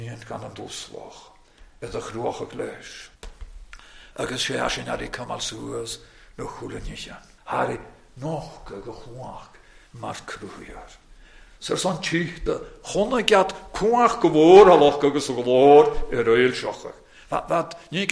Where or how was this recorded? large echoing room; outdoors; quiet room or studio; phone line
large echoing room